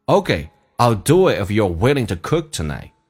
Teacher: 前面如果是浊辅音或元音的时候，to 可以在快速的时候可以浊化成 d 这个发音